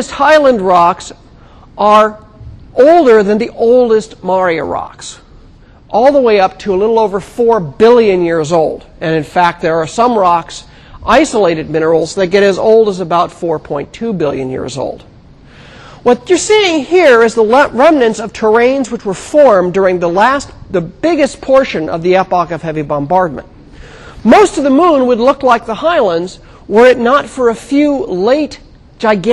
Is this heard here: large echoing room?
yes